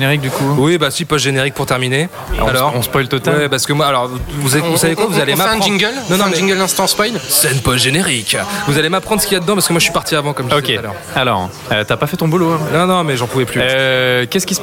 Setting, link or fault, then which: setting, busy venue